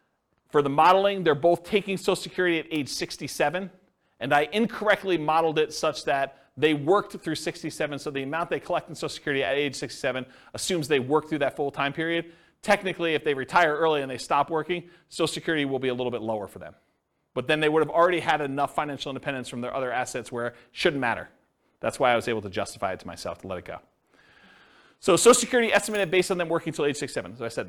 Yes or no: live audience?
yes